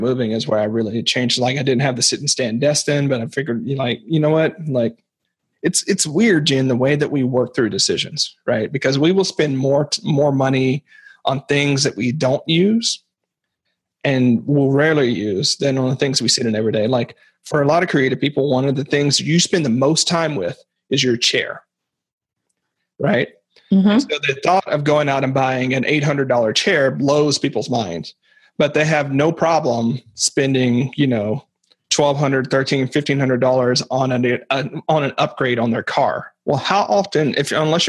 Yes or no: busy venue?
no